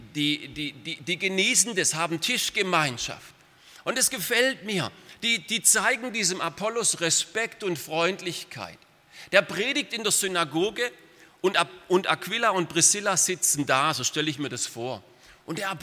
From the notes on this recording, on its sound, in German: aus dem Gottesdienst der Missionsberg-Gemeinde (Liebenzeller Mission)